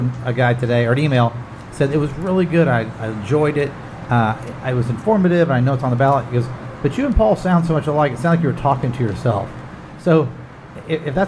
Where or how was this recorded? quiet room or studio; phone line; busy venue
busy venue